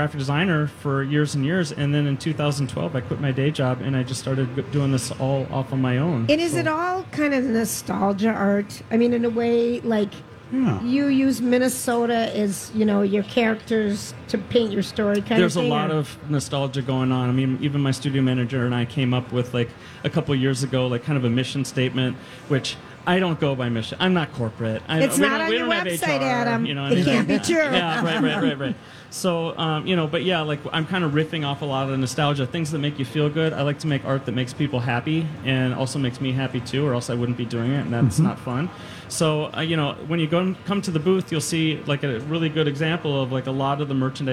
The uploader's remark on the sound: Wednesday Day 7 at the MN State Fair